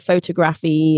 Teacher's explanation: So the stress is on the tog, not the faux.